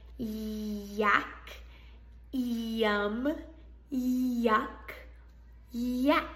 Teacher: Y is a palatal voiced glide. Palatal, meaning the tongue touches the middle of the roof of the mouth. Voiced, meaning your voice is turned on.